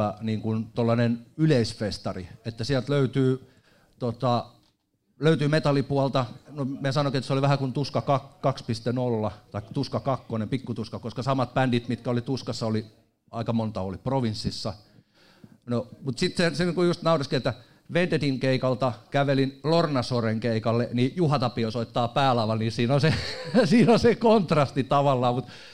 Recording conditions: live audience